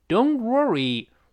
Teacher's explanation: 这个 o，再加前鼻音 n，懂，然后后面 t 失去爆破